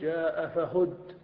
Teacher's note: وإذا أردت أن تقف بالنقل فإنك تنقل حركة آخر الكلمة وهي الضمة إلى الساكن قبله